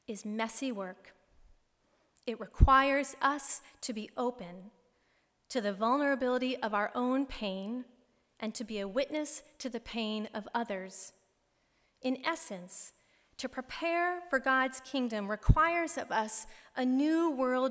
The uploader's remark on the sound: Delivered March 13, 2016 at Plymouth Congregational Church in Belmont, MA.